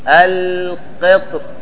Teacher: فعندما تقف تقول القطر، فتكون الراء خفيفة القطر. ولو قلت القطر بتفخيمها جاز.